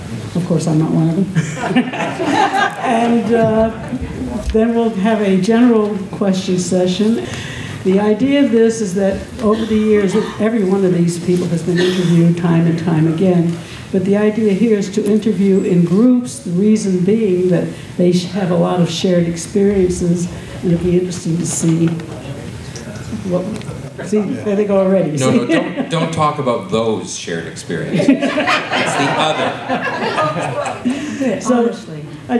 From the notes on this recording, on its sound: This was recorded live at Folk Alliance International in 2015.